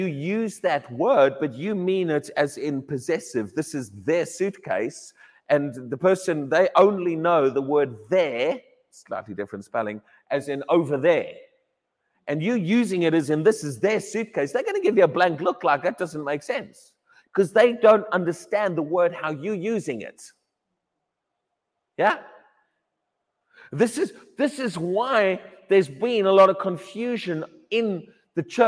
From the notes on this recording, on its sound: Sunday Morning Service 1 October 2023 - High Legh Church, Cheshire, U.K.